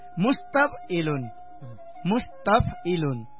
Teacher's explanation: मुस पनि दीर्घ भयो, तफ पनि दीर्घ भयो, ई पनि ई ह्रस्व भयो, लुन दीर्घ भयो, होइन। अब यो गर्दाखेरि ला ला लले ला ला लले ला ला लले ला ला लले यस्तो हुने भयो यसमा, होइन।